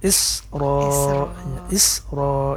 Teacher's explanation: Is jadi sinnya mati benar-benar. Jangan sampai terpantulkan karena huruf sin bukan huruf kokalah ya.